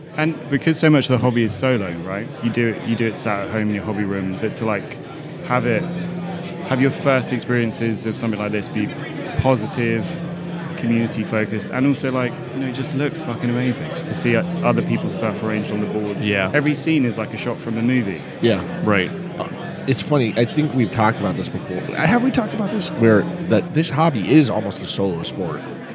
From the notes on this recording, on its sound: The second half of the episode puts you right in the action, coming live from NEMO 2024.